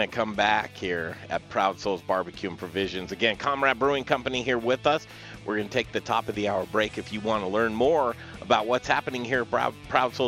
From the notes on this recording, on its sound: Learn from the BBQ Pitmasters in Denver! Live at Proud Souls Barbecue & Provisions for a BBQ class.